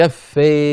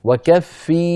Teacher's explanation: نعم صوت ياء. إذن إذا طولنا الحركة فتولد من الكسرة ياء صحيحة فالكسرة صحيحة · Shown in: second take